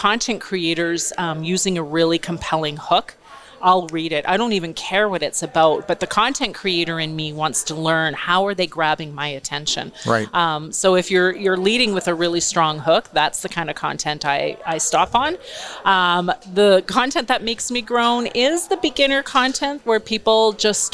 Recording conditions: busy venue